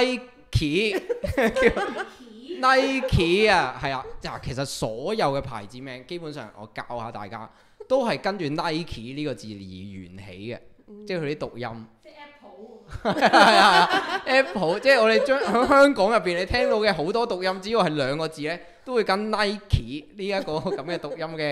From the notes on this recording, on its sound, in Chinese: 今次係有現場觀眾。